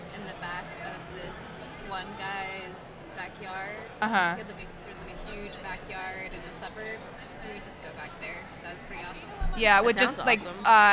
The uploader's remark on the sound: Live from INTERNET YAMI-ICHI